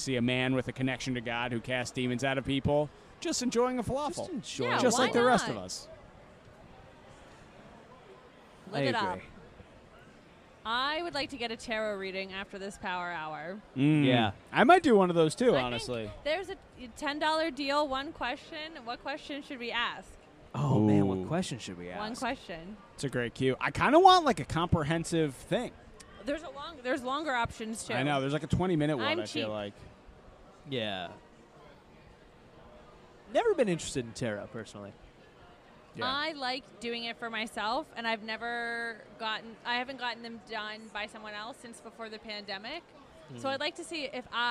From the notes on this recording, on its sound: Goof around for an hour live from their booth at ParaConn II in Ansonia, Connecticut. Hear ghost stories from convention goers.